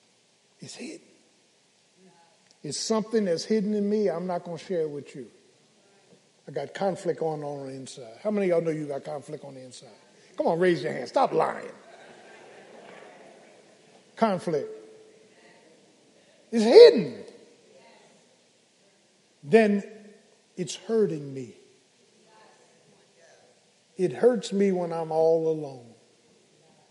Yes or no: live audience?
yes